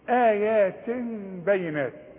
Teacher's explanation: واللي بيجي من فتحتين ايات ويجي من ضمتين ايات ده التنوين التنوين اللي يجي بعده باء يحصل للتنوين قلبة · ما تقفلش شفايفك خلي انفراج خفيف علشان تطلع نص ميم